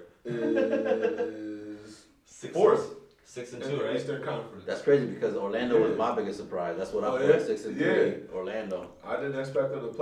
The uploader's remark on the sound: Please excuse the audio on this first episode.